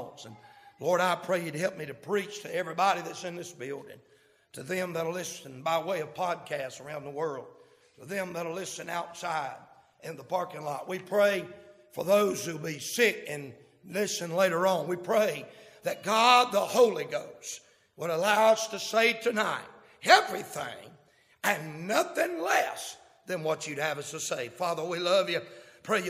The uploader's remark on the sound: Live, from Landrum Independent Baptist Church.